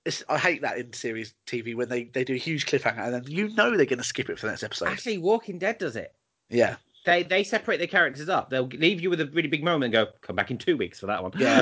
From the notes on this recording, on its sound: Recorded via the internet thanks to the corona virus.